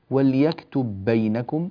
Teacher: الباء في وليكتب جاء بعدها الباء في بينكم، فالحكم هنا هو إدغام الباءين في بعضهما البعض · Term: إدغام متماثلين